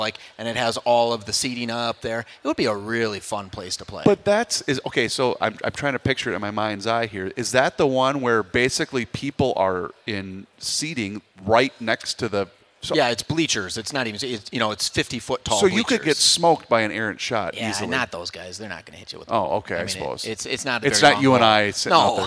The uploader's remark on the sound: Live at the 2024 MN Golf Show!!